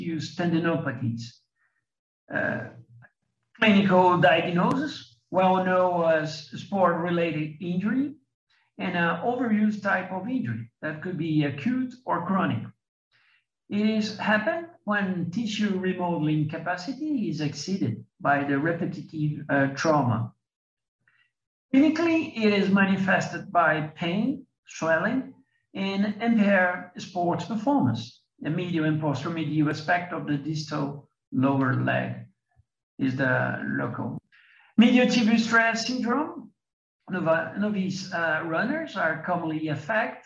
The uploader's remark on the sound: This ISAKOS Webinar Audio Replay is from the 2021 ISAKOS Webinar with ESSKA.